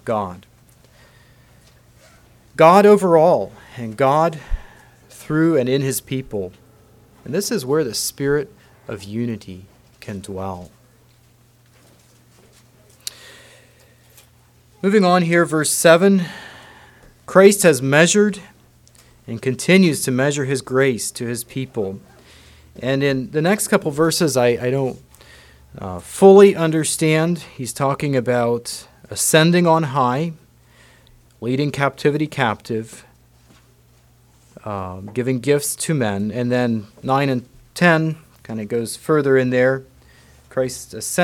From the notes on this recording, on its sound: Message preached at Word of Hope on Sunday February 11, 2024.